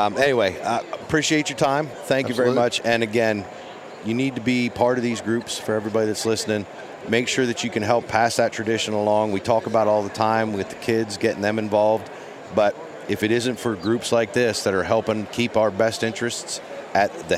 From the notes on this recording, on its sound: Once again, we are live from the Great American Outdoor Show in Harrisburg, Pa. It’s day 1 of the 2019 show.